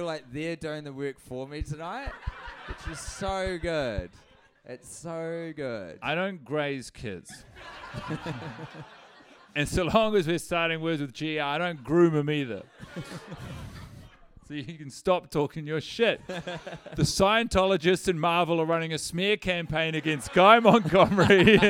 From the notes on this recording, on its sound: The Melbourne Live Episode. This Melbourne live show, originally taped while deep in the trenches of Fast 8.